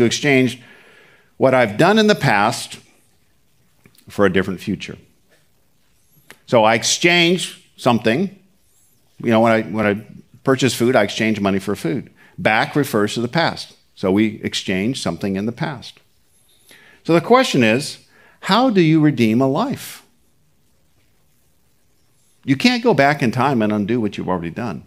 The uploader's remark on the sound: Recorded at Seabreeze Church